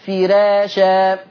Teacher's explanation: الراء مفتوحة وقبلها كسر، كان حكمها الترقيق